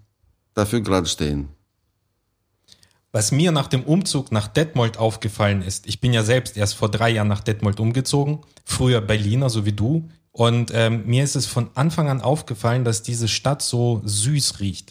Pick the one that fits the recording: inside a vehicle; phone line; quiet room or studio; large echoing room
quiet room or studio